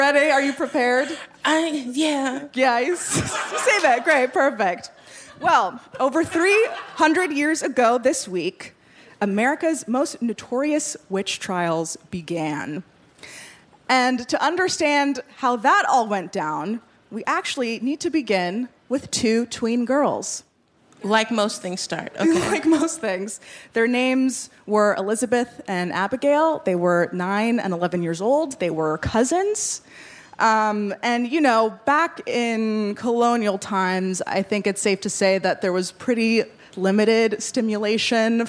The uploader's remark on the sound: In our very first LIVE show